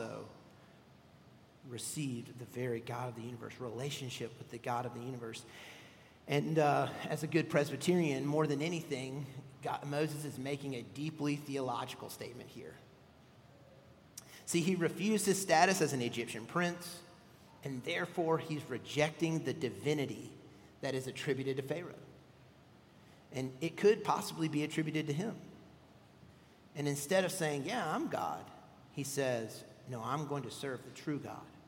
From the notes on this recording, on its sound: at Redeemer Presbyterian Church in Charleston, SC